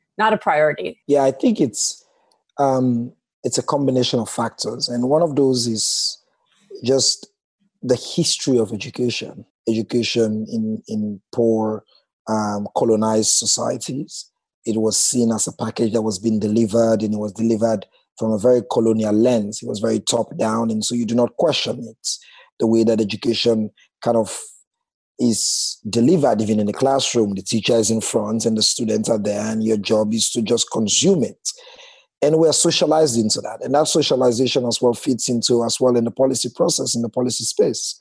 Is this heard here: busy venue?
no